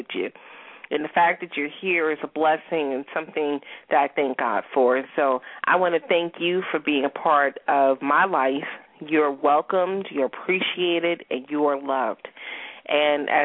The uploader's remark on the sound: We also have a special guest star call in.